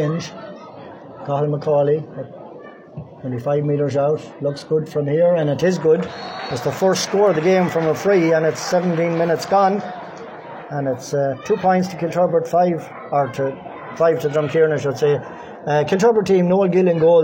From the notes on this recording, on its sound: Live commentary of first half